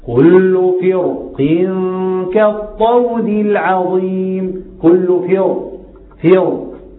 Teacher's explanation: ليس لي في فرق إذا كنت بقرأ بقصر منفصل إلا التفخيم